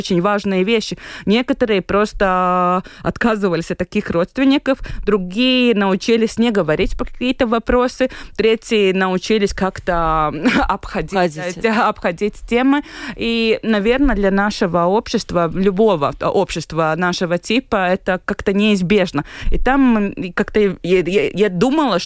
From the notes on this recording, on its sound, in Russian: свяжемся по телефону